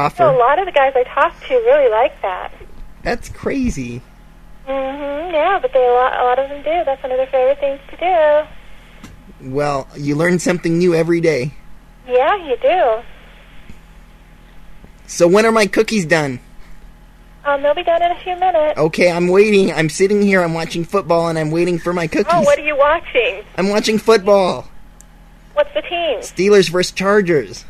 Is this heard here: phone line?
yes